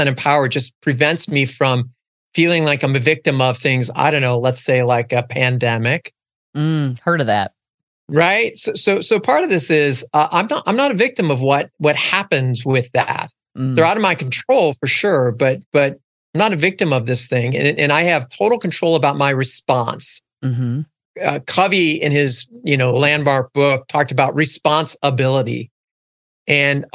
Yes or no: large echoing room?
no